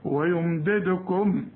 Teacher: شوف بالك مدرارا الراءات انا مفخمه ويمددكم هنا عندي اثنين دال الدال الاولى مش هقلقلها لانها مكسوره الدال الثانيه لازم اقلقلها عشان عليها السكون ويمددكم في ميم بعدها ب يحصل اخفاء للميم ويمددكم باموال وبني